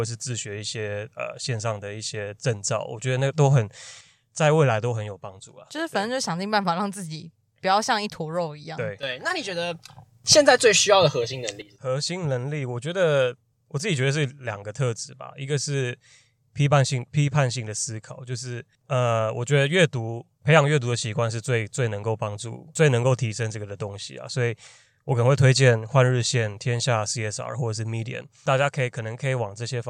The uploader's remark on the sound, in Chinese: 本集在車上錄音，收音極差，請見諒Ｑ